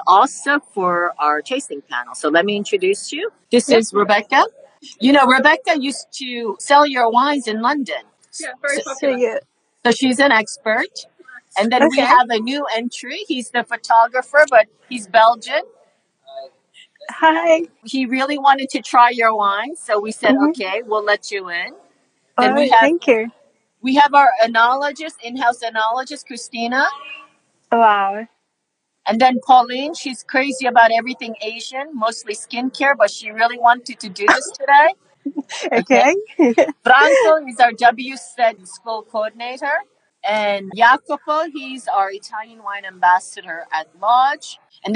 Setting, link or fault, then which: link, video call